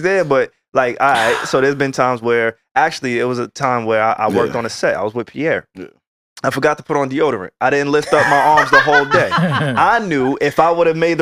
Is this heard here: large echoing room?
no